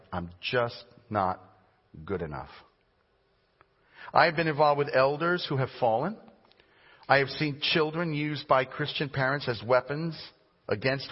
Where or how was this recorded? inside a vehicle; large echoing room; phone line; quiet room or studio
large echoing room